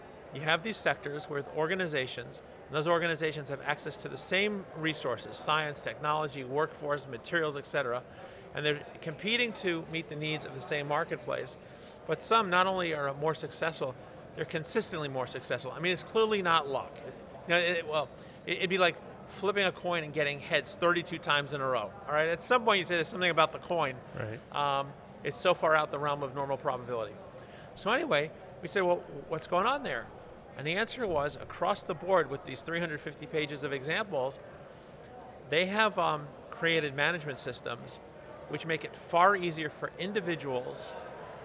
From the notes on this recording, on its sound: From the GBMP Northeast Lean Conference!!